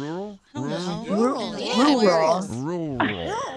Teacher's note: you don't really pronounce the R in the middle